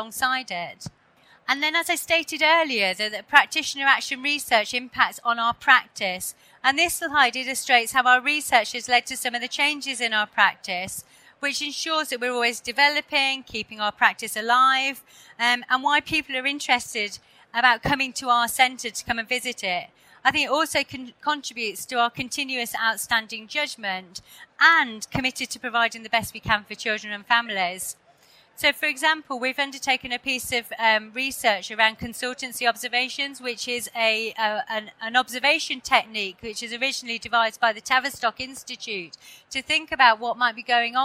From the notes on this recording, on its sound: This session was recorded live on 13th November 2019 in the Business & Finance Theatre of the Schools & Academies Show at the NEC in Birmingham.